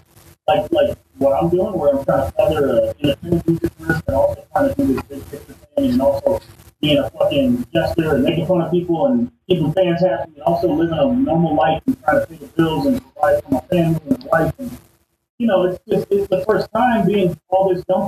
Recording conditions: poor sound quality